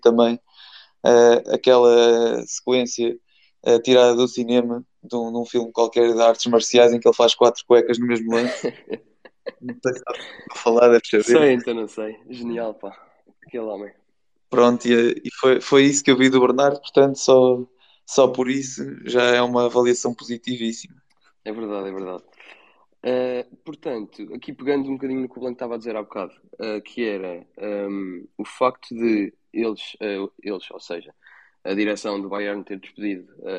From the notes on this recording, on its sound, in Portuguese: Os Spaces 78 são conversas áudio no Twitter do projeto 78.